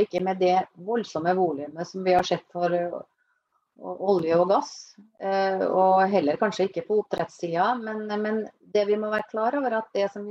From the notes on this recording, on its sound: Live Zoom. I denne live-sendingen.